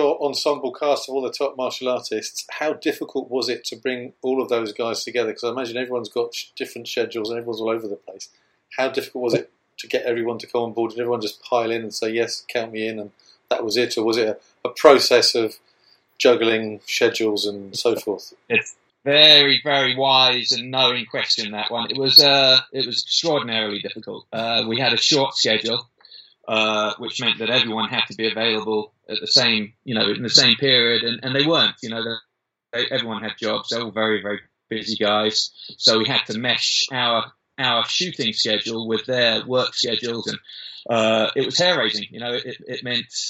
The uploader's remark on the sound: In a live link between London, UK and Los Angeles, California we talked via a tough Skype wi fi link